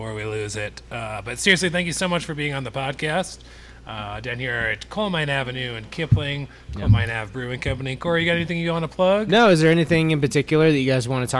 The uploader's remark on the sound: This week we visit Coal Mine Ave Brewing in Littleton, Colorado